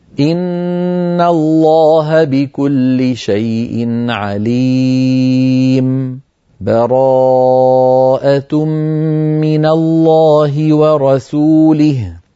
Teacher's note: واحد من هذه الأوجه هو السكت، أن يسكت على آخر الأنفال ثم بسكتة لطيفة ثم يبدأ بالتوبة هكذا: إن الله بكل شيء عليم، براءة من الله ورسوله. سكتة لطيفة من غير تنفس